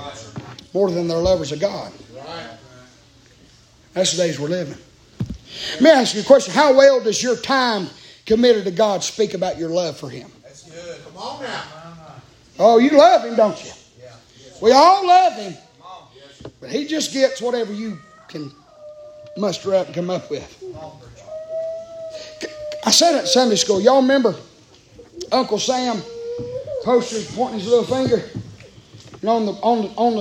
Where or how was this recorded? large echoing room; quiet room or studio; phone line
large echoing room